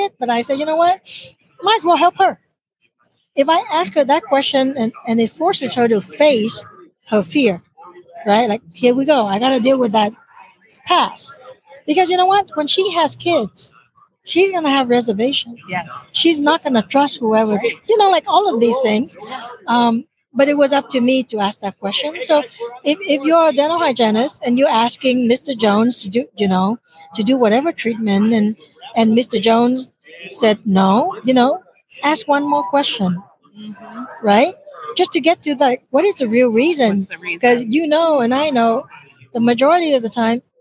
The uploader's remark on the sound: LIVE from SmileCon